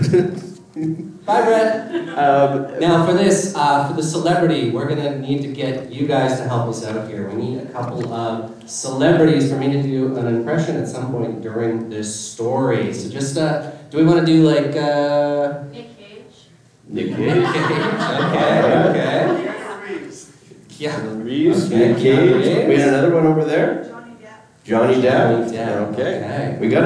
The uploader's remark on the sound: Calgary Expo 2023 LIVE. Are live from Calgary.